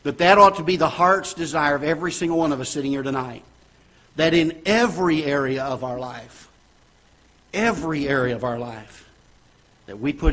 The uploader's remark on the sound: Ketha Heights Baptist Church ~ Live Broadcast